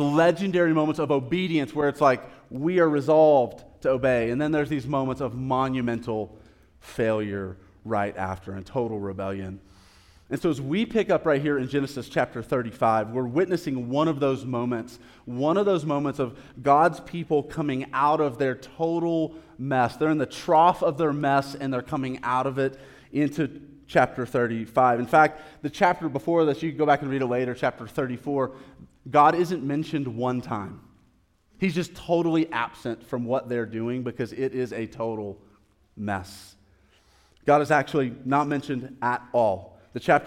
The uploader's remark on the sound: live recorded sermon from the Sunday gathering at The Heights Church Denver